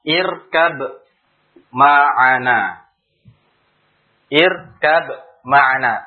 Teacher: Ba dan mim satu makhraj dari mana? Dari syafatan, dua bibir ini. Ya. Satu makhraj, tapi sifatnya berbeda.